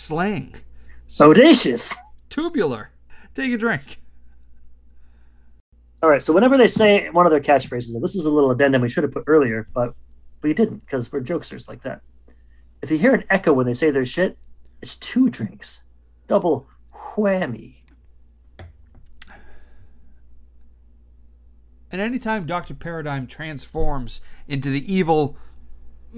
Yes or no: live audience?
no